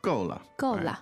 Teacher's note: So fourth tone, 够, and neutral, 了.